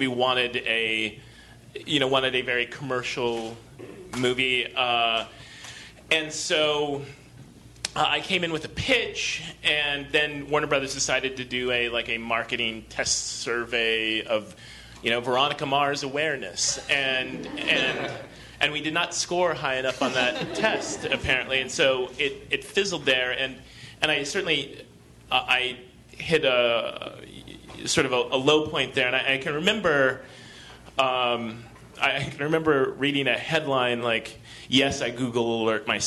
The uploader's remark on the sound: Live from ATX Television Festival. Recorded at the Stephen F. Austin Hotel ballroom in Austin, TX.